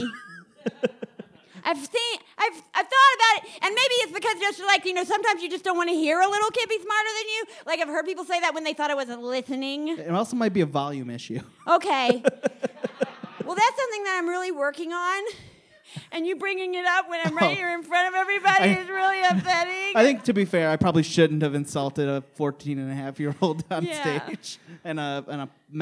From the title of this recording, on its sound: LIVE at Detroit Women of Comedy Festival 2019